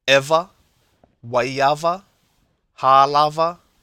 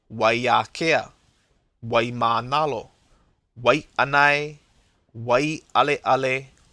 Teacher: Regarding the W, it is often pronounced as a V sound in standard Hawaiian. · Shown in: first take